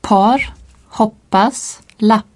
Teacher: Le P se prononce comme en français, mais il est expiré en tête d'une syllabe accentuée.